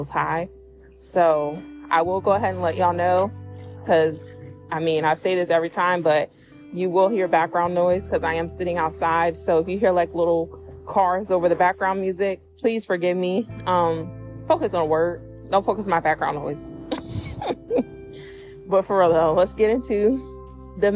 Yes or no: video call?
no